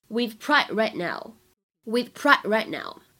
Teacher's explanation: t 和 t 这两个爆破音呢都是只做了口型，非常快地去过渡到了后面的辅音上面去 · IPA: [wɪð] [praɪd] [raɪt] [naʊ]